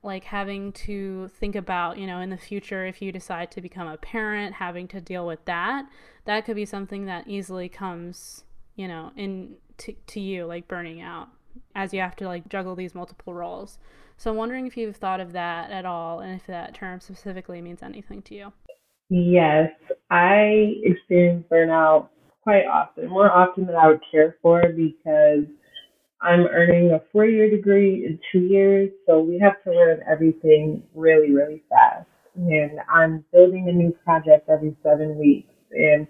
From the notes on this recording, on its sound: The audio turned out a little rough for this episode